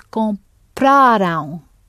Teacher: So when I said past is last, what I meant was that you don't go down on the syllable before last, the con of comprar, or the ven of vender, like you do in the present tense. In the past, you stress the ending.